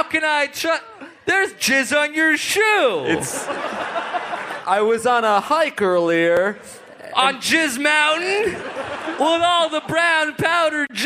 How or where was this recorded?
live audience